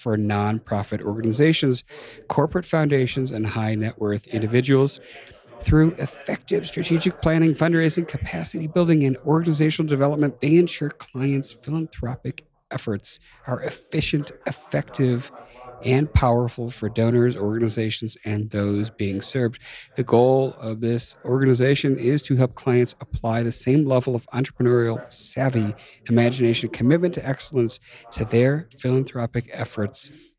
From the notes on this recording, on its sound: We are live again from the GoBundance event